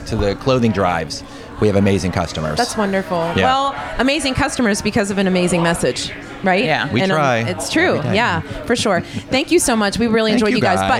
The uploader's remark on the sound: Steel City Talk at Steel Shaker at the Coraopolis Community Fall Fest